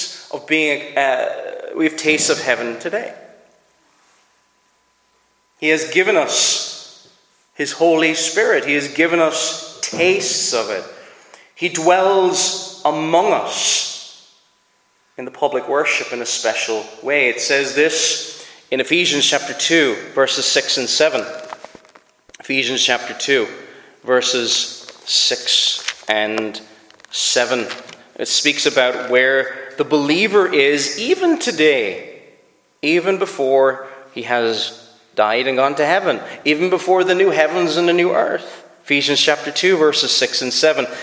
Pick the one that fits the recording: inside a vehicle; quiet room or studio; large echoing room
large echoing room